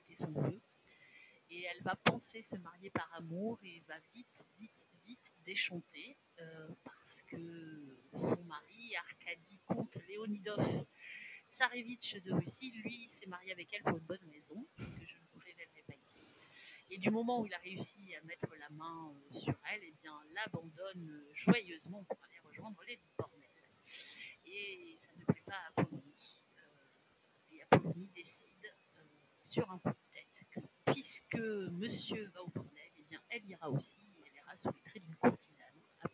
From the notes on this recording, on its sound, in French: La qualité de l'audio de cet épisode n'est pas parfaite. J'ai fait mon maximum au montage.